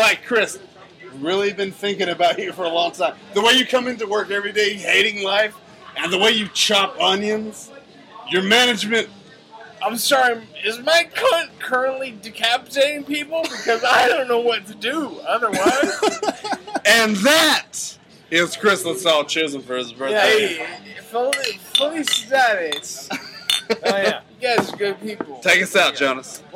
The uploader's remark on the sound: coming at you live from the Woodshed 2, a few drunk people stop by and mumble some BS